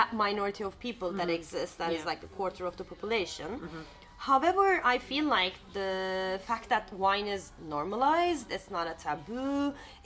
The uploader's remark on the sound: We recorded this episode on 16 December 2023, at Bomby’s Cafe. We recorded this episode on 16 December 2023, at Bomby’s Cafe.